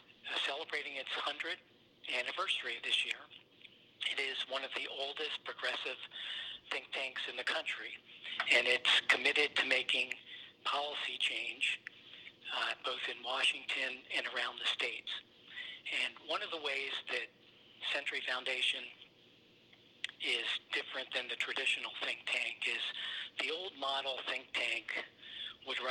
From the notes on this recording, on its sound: spoke on the phone